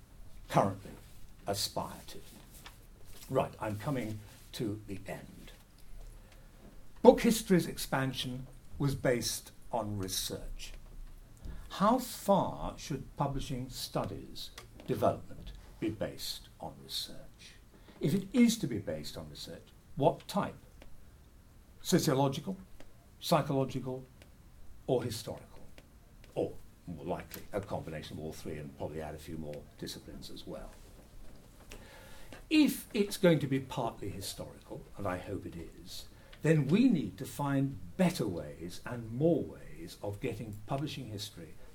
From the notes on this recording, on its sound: This talk was given as part of the conference: Progressing Book History and Publishing Studies as Disciplines a British Academy Funded Event.